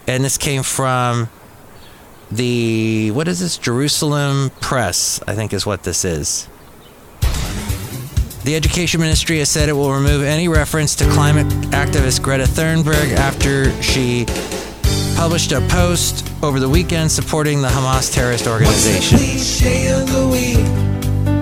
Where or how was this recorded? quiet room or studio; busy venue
busy venue